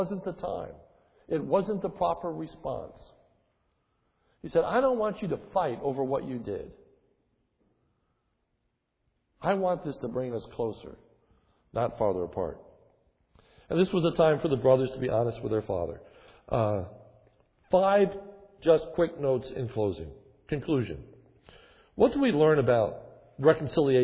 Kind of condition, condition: setting, large echoing room